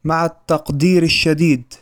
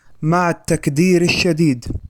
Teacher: لاحظ كيف يفسد المعنى عندما تنطق القاف كافا · Shown in: second take · في جملة مع التقدير الشديد، أي تنطق هكذا مع التكدير الشديد، حيث يفسد المعنى.